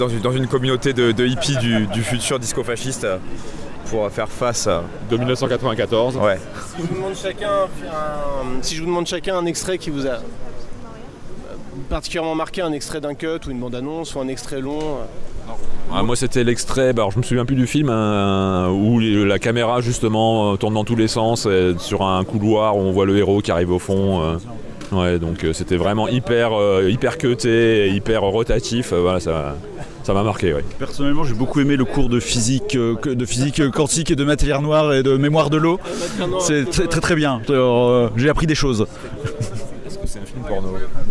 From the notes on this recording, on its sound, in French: Retour audio sur l'édition 2022 avec quelques réactions cueuillies à chaud à la sortie du Grand Rex au petit matin de la 6ème nuit Nanarland.